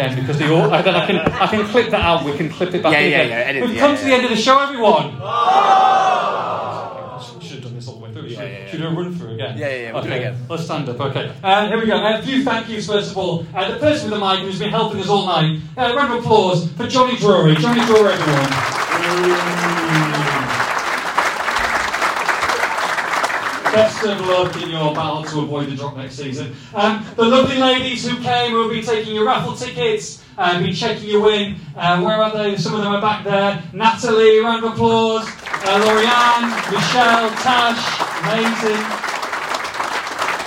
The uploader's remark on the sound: LIVE (and half-cut) from Molineux. In front of a sold-out crowd in the Sir Jack Hayward suite. Live Q&A.